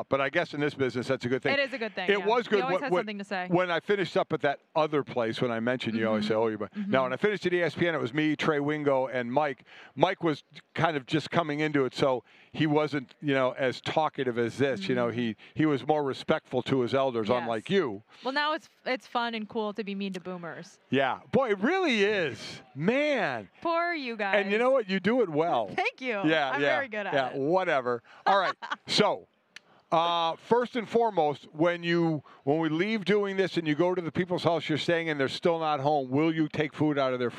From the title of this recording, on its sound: from Radio Row in Arizona